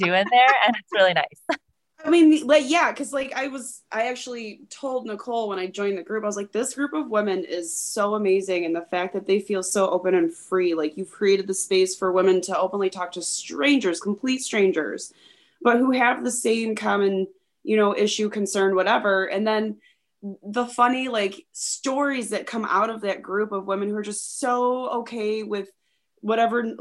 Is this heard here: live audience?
no